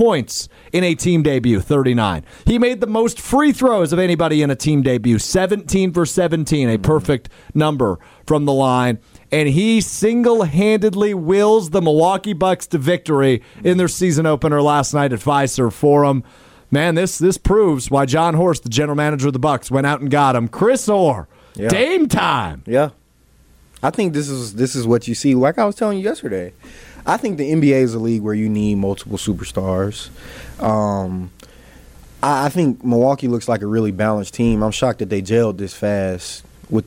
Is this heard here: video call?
no